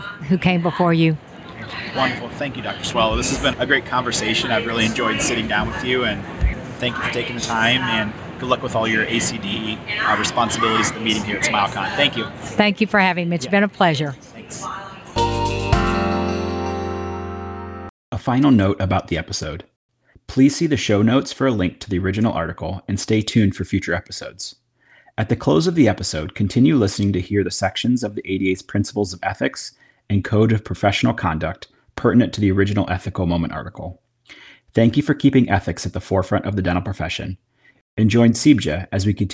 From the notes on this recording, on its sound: live from SmileCon